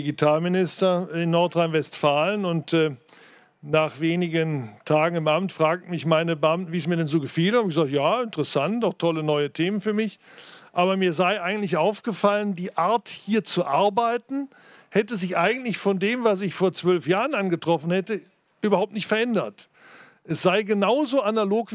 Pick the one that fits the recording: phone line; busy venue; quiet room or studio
busy venue